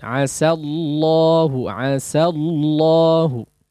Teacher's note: Asallah, sin wajib untuk ditipiskan, ya. Wajib untuk ditipiskan.